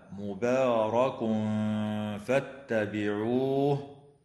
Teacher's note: التنوين في قوله تعالى مبارك فاتبعوه فحكمه الإخفاء الحقيقي مع الغنة مرققة